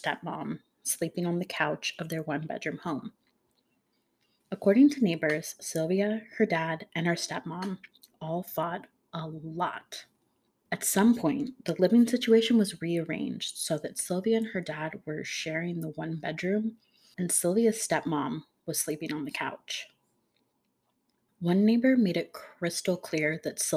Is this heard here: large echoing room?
no